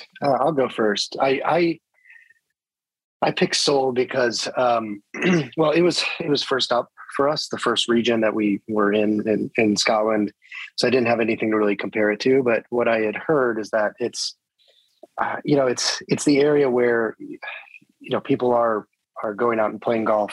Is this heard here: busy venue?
no